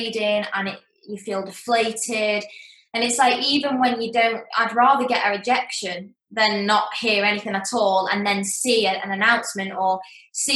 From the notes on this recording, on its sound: The Zoom season continues